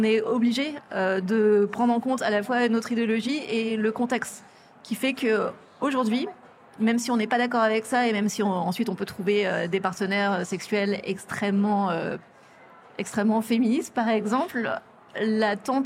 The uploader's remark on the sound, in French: série spéciale enregistrée au Salon International de la Lingerie